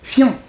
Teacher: Il n'y a pas de i. C'est pas, il y a un iode à la place de i.